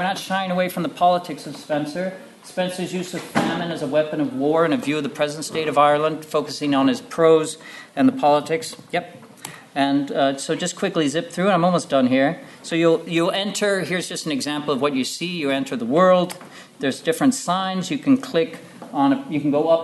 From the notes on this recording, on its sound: at the 2022 Tudor and Stuart Ireland Conference